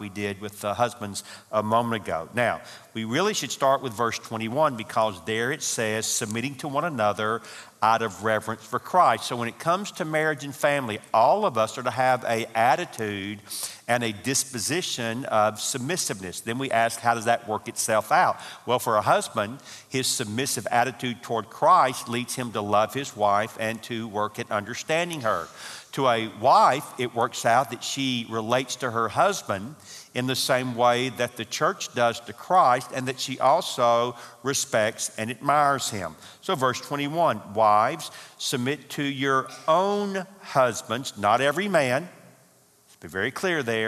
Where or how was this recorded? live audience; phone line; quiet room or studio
live audience